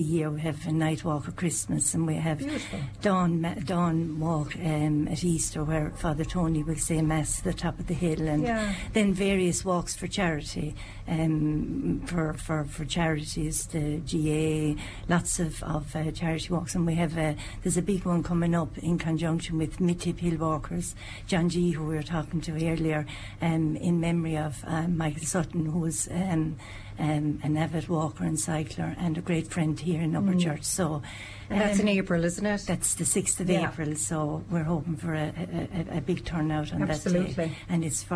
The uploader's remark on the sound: We’ll be visiting villages all over Tipperary. We start in Upperchurch and we will go live to Kinanes pub in Upperchurch.